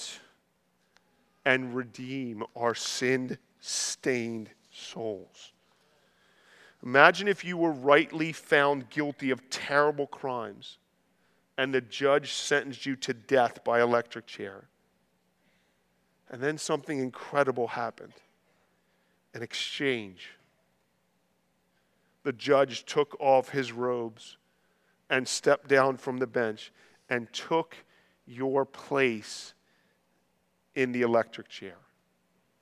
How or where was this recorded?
large echoing room